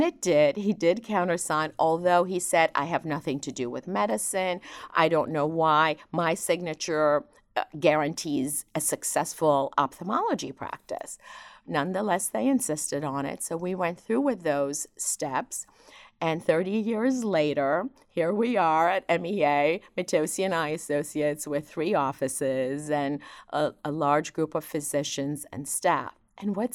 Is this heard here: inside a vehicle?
no